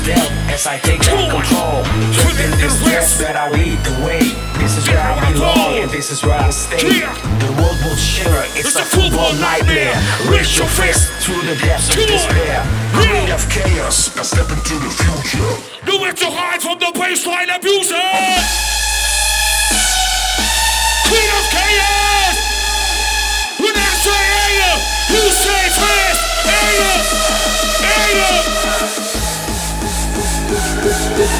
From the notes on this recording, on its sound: Event at AFAS Live in Amsterdam on December 2nd, 2017. Live at Creed of Chaos.